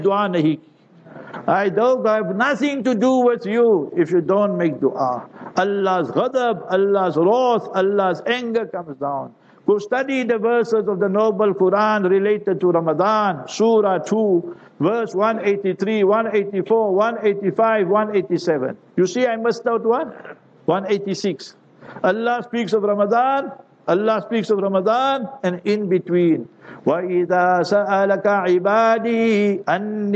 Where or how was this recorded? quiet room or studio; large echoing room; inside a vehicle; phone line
large echoing room